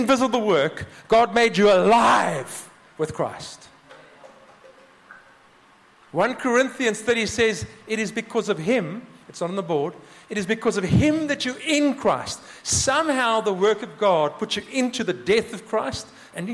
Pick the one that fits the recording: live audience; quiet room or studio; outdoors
live audience